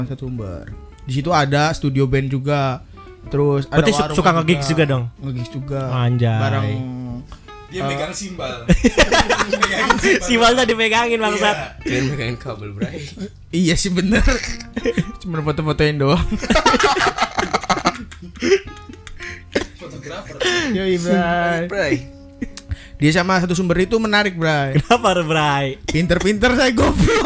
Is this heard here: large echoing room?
no